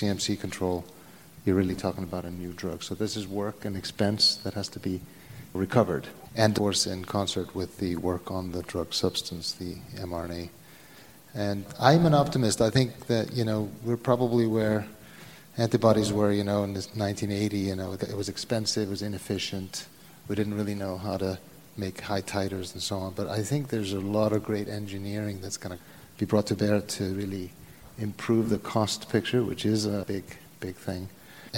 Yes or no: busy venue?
yes